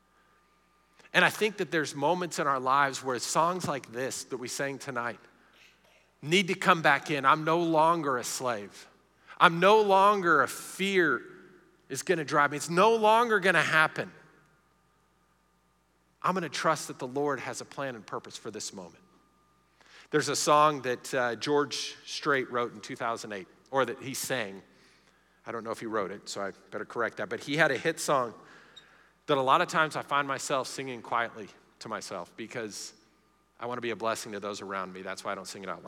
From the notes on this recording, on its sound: Recorded live during our Wednesday night service